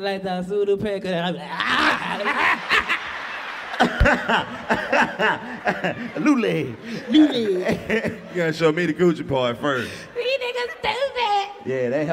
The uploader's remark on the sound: Roasting everybody in the crowd! Live from the Nashville Comedy festival, the new kings of comedy kick off three sold out shows for Cashville!